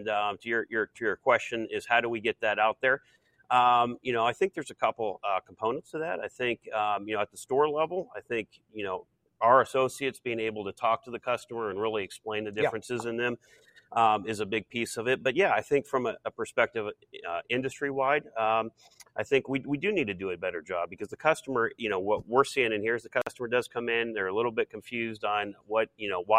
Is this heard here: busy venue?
yes